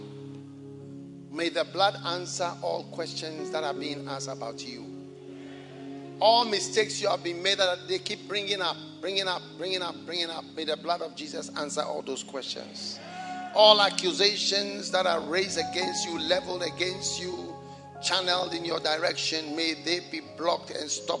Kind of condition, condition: setting, large echoing room